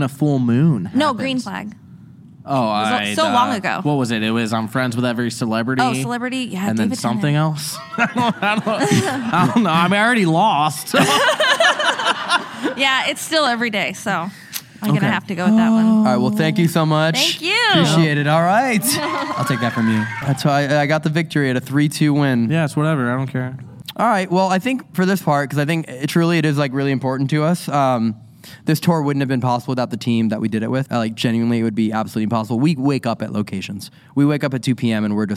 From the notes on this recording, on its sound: LIVE from the USS Hornet. This episode was filmed in front of a live audience at the haunted USS Hornet in Oakland, CA on September 11, 2022.